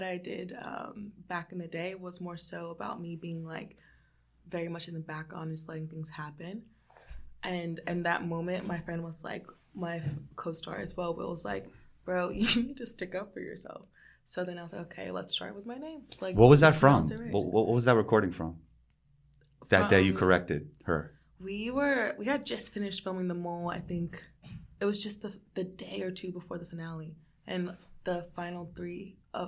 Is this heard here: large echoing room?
no